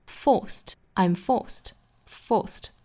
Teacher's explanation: Force 这个词后面加的这个字母 D 呢应该是读清辅音的 T 的发音